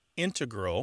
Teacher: you mainly hear integral, with the stress on the first syllable, among mathematicians and specialists in scientific fields